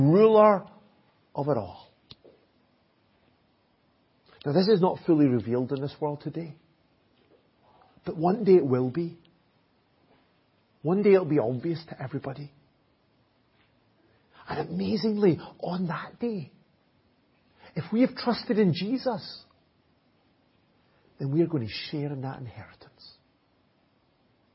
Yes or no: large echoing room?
yes